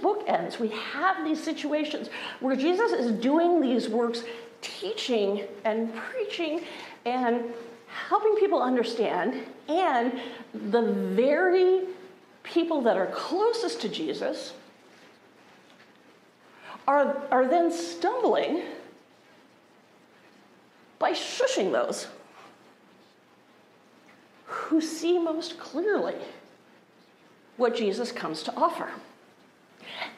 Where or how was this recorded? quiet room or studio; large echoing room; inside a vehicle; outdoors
large echoing room